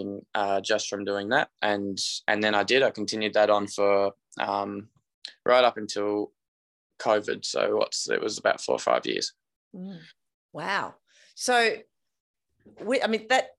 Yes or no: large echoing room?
no